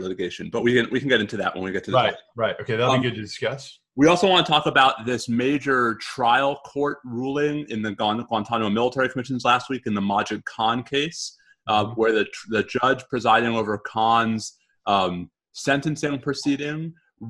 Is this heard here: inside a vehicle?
no